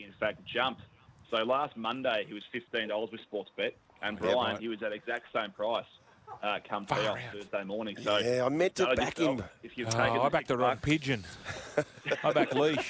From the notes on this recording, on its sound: broadcasting live from the Moore Park Golf Club